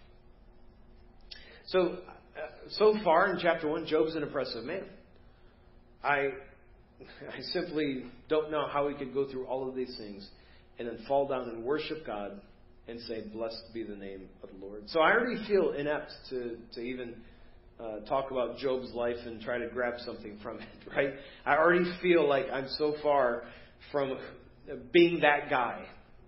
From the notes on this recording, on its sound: Preached at First Baptist Church of Hazel Park